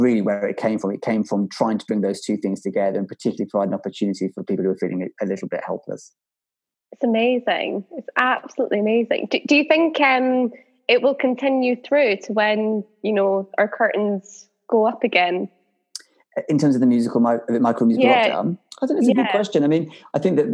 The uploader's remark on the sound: This episode was recorded over Zoom